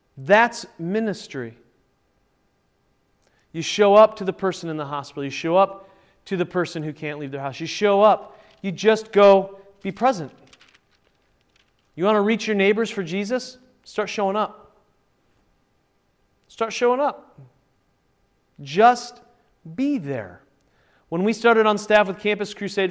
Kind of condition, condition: setting, large echoing room